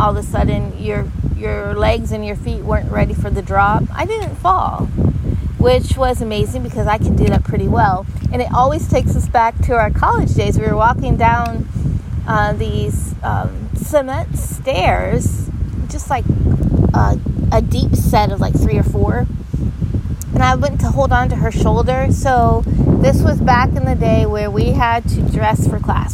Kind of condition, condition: fault, wind noise